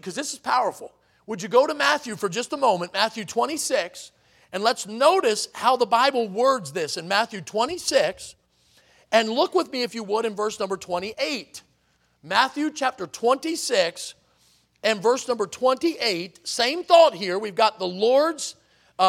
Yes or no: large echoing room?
yes